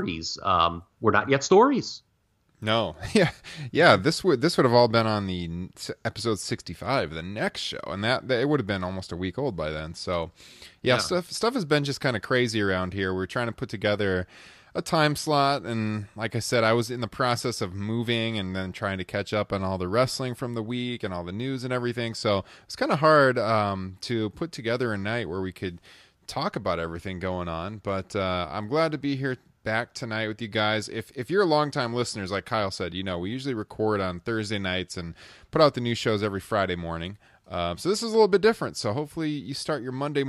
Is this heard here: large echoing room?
no